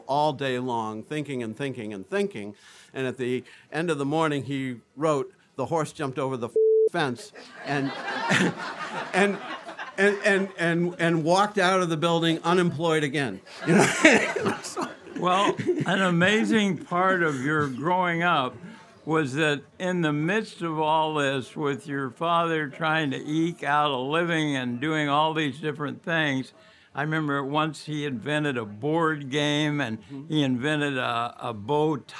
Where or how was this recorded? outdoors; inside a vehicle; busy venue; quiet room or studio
busy venue